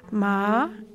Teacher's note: The second tone, which is a gentle upward gliss